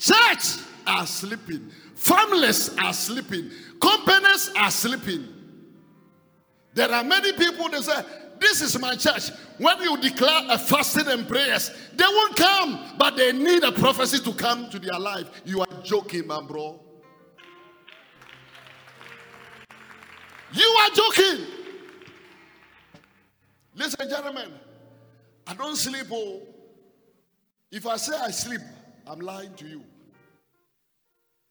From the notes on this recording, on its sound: Preached in the first service on 23rd January 2022